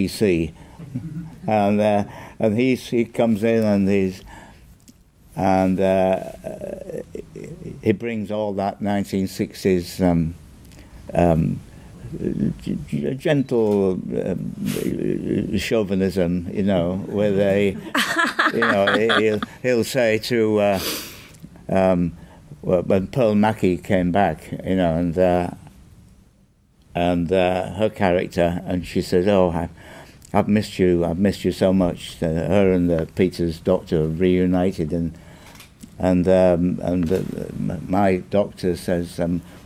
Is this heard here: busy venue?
yes